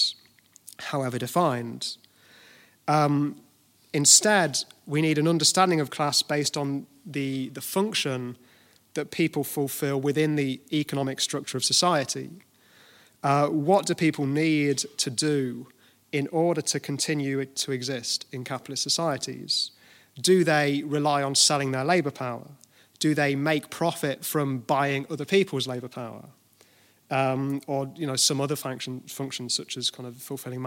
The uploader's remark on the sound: at the Kevin McMahon Memorial Lecture 2018 in SIPTU's Liberty Hall, Dublin